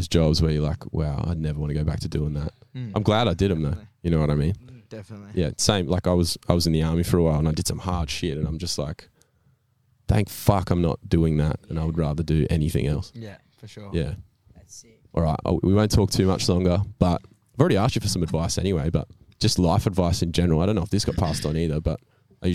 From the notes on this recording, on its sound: Live From The Backyard to have a chat and play a few of their originals